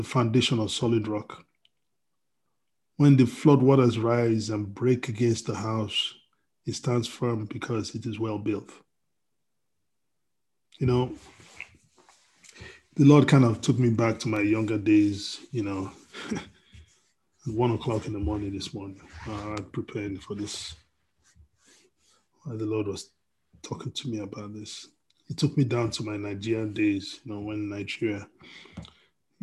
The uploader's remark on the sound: We are on Zoom now. Princeton FTLW Church will be having our Sunday services at Noon on Zoom.